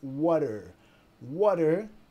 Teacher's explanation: Cuando una palabra termina con un consonante y la palabra que sigue empieza con una vocal, vamos a vincularlas, ¿no? Y también la T acá suena como una D